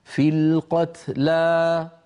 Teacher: فوقفنا عليها فمددنا الألف في القتلى، مددناها مدا طبيعية هكذا في القتلى مدا طبيعية، لكن لما عدت ووصلتها بما بعدها